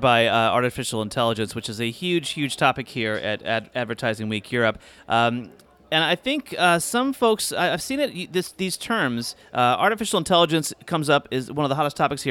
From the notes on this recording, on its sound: Live from #AWEurope. Joins the podcast live from Advertising Week Europe.